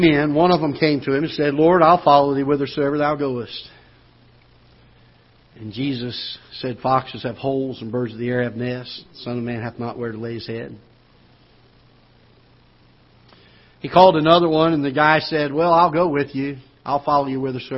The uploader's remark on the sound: Ketha Heights Baptist Church ~ Live Broadcast